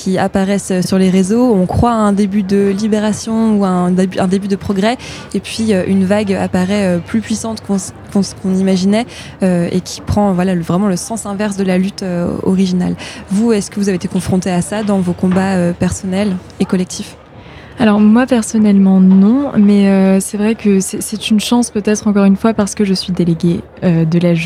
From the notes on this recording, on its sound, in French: En direct du Forum mondial Normandie Pour La Paix. Pour couvrir l'événement, Phénix a délocalisé son studio le temps d'une émission spéciale (1h) en direct de l'Abbaye aux Dames.